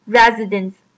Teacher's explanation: 它的 s 的音其实是发作 z 的 z 的音